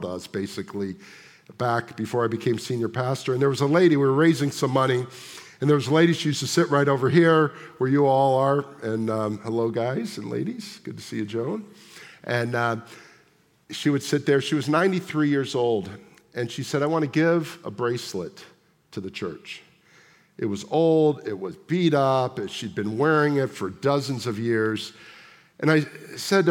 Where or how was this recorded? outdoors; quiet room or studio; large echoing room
large echoing room